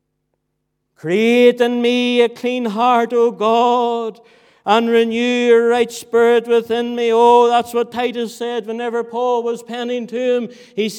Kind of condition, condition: setting, large echoing room